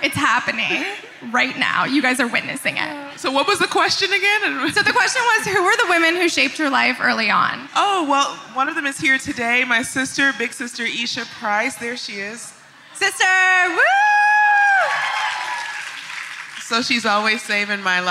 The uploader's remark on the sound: Live from Vision Summit. This minisode is coming live from the first ever Create & Cultivate Vision Summit. Took to the main stage for a keynote conversation.